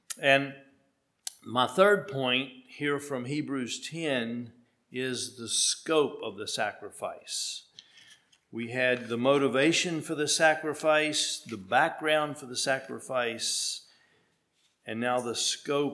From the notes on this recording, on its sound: at Hephzibah Mennonite Church on February 26, 2023